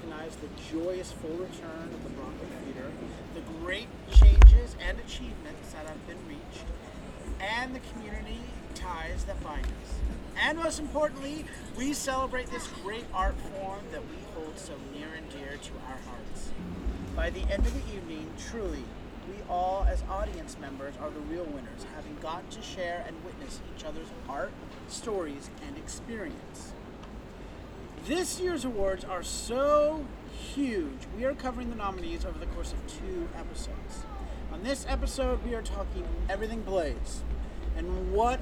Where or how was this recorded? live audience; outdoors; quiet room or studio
outdoors